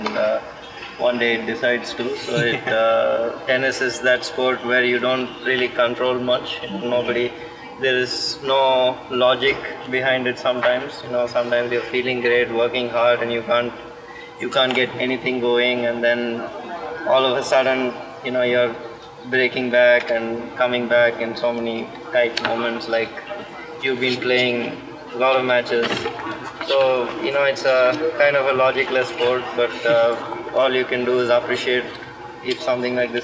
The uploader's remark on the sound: live from the Cranbrook Tennis Classic